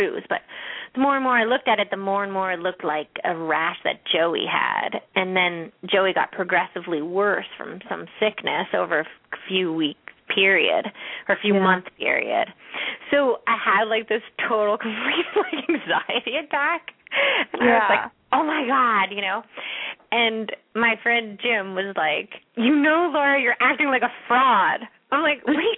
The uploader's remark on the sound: open up the lines for listeners to call